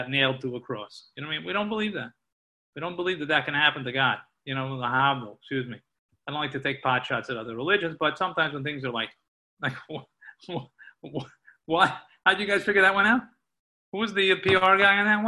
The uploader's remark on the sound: Live on Zoom